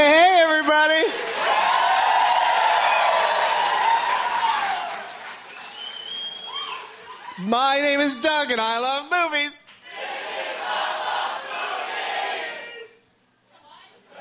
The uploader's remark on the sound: Live from the Irving Plaza in NYC